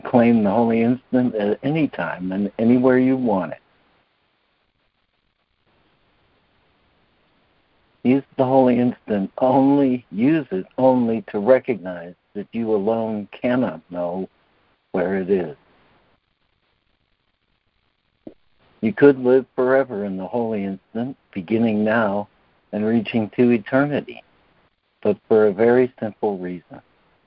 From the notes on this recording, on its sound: ACIM Daily Conference Call.